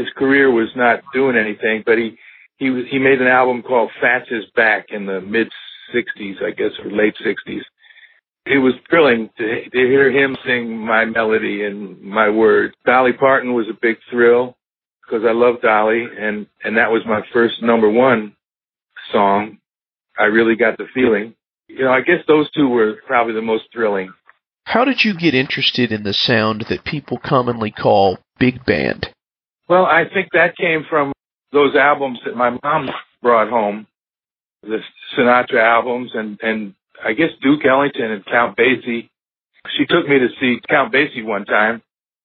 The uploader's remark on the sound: This episode features a telephone interview